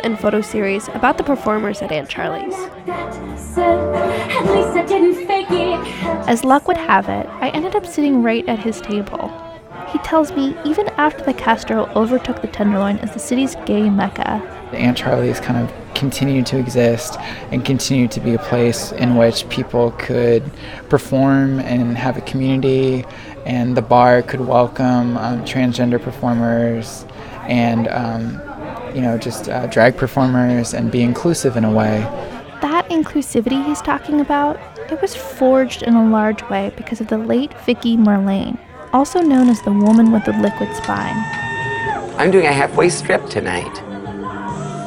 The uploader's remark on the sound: Queens of the Tenderloin at Aunt Charlie's Lounge. We go to Aunt Charlie's Lounge, a Tenderloin institution that's one of the oldest gay bars in San Francisco.